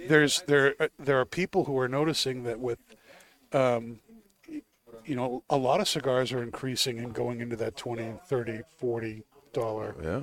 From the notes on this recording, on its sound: Recorded live from the 7-20-4 Lounge!